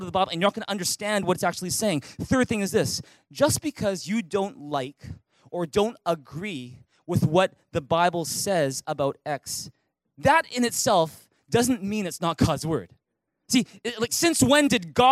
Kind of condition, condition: setting, large echoing room